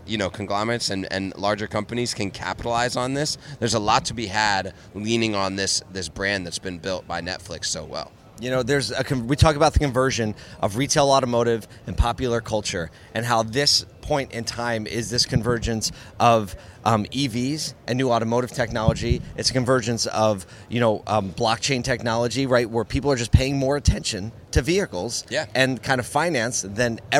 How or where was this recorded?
busy venue